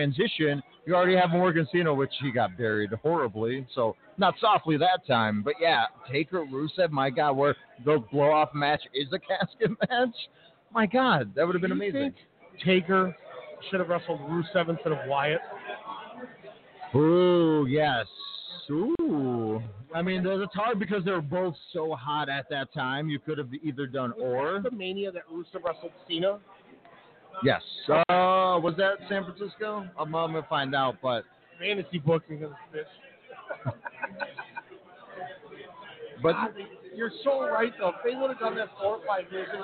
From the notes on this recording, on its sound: LIVE at STARRCAST on PODCAST ROW during ALL IN weekend in Chicago!